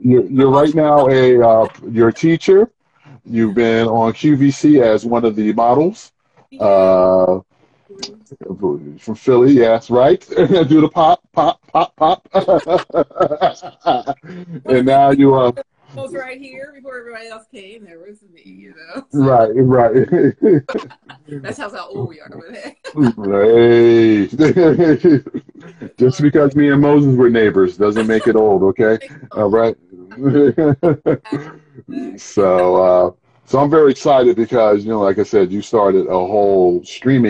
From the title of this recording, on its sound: Instagram Live